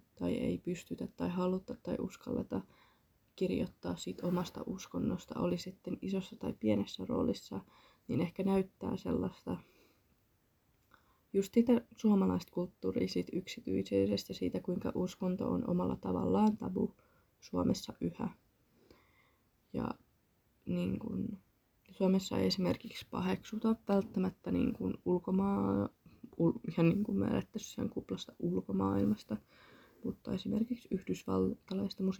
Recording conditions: uneven or low level